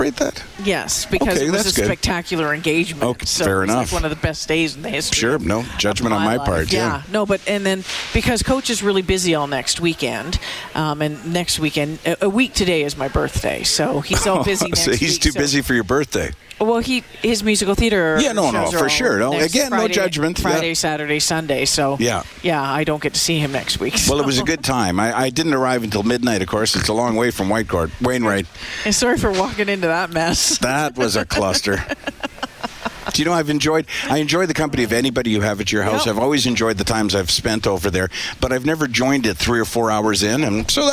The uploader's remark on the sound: broadcast live from Santas Anonymous depot